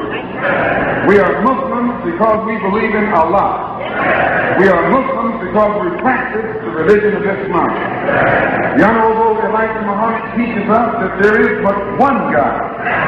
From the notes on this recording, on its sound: Abyssinian Baptist Church June 12 1963